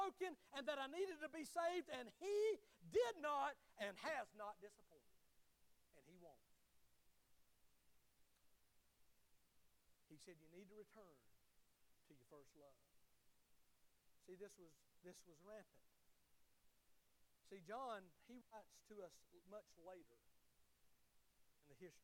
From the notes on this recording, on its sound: Sermon of the Sunday morning service at Liberty Baptist Church. Liberty Baptist is a wonderful, growing, and encouraging body of believers just outside Tifton in the Harding community.